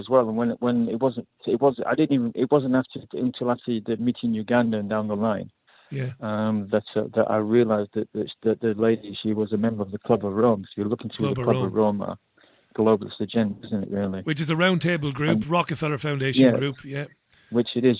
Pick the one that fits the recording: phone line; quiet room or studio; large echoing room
phone line